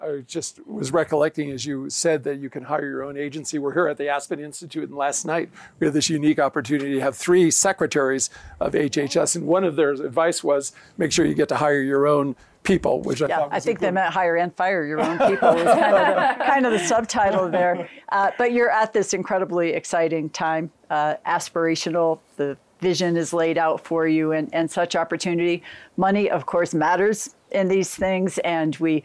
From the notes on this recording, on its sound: We’re on location at Aspen Ideas-Health, talking with the leaders of a new innovation effort.